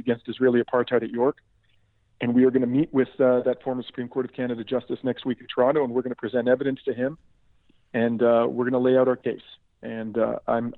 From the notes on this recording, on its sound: I had with me on the phone